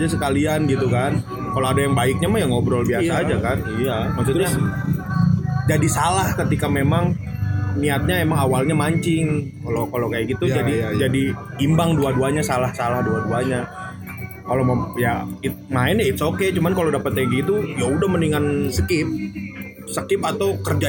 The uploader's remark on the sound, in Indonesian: audionya udah lumayan, ada backsong tapi bukan kehendak kami, ini dari pihak tempatnya